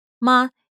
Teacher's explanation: Ma has no tone except the rise in tone to signify a question.